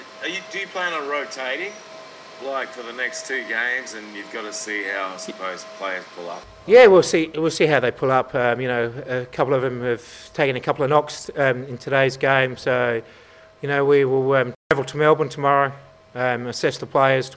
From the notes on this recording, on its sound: Post-match Press Conference | Wellington Phoenix v Adelaide United.